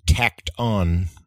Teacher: tacked on sounds like it has a T on the end of it rather than that D sound · Term: T sound